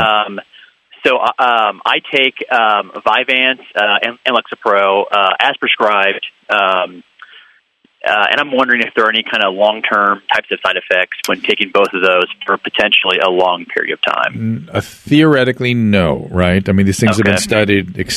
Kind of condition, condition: link, phone line